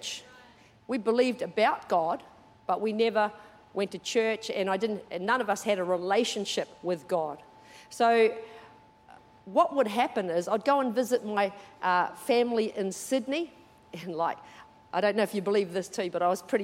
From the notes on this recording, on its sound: Recorded during our 9am service on Sunday, the 13th of August 2023.